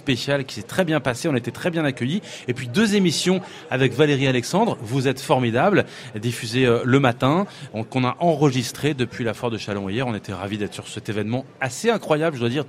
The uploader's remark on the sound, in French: RCF en direct de la 76e Foire de Châlons.